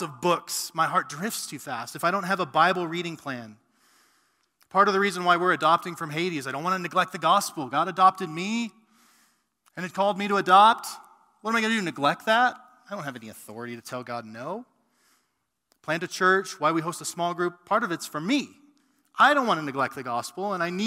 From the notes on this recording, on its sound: A sermon preached at RGC's mother church, South Canyon Baptist Church on 9-27-2020